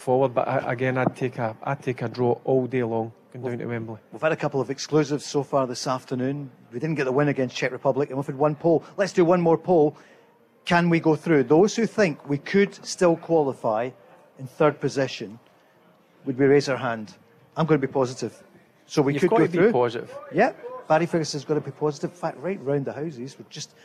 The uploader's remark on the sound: live from The Radisson Red